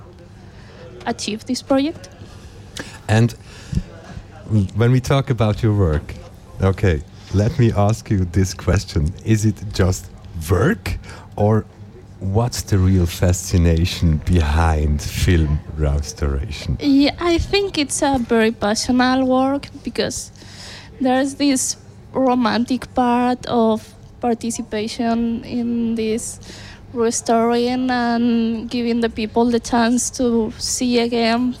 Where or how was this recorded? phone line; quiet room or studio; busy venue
busy venue